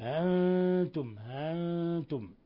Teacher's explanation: قرأ قنبل بحذف الألف وإثبات الهمزة